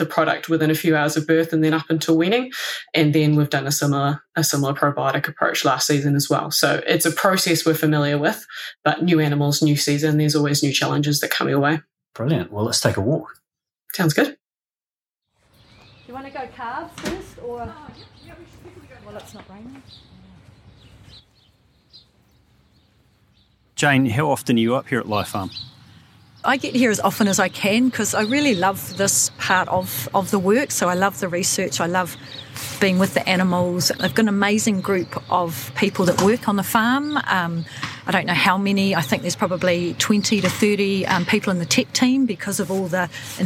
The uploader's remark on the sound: In this episode, recorded at DairyNZ’s Lye Farm, you’ll hear about the options being tested by our scientists. Take us on a walk around Lye Farm’s world-class research facilities.